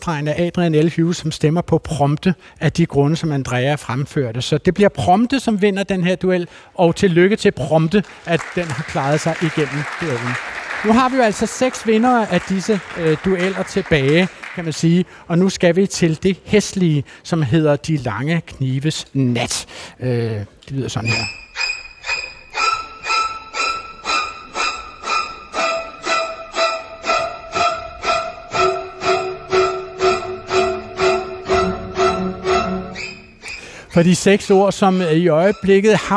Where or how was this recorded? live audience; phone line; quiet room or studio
live audience